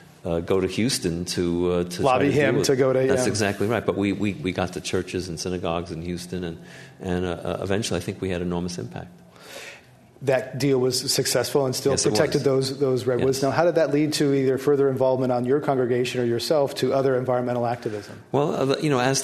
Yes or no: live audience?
yes